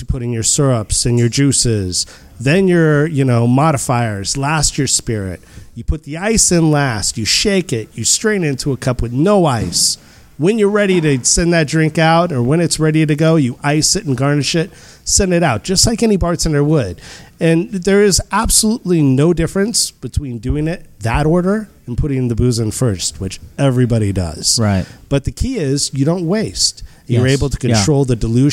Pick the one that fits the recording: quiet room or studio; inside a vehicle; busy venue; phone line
busy venue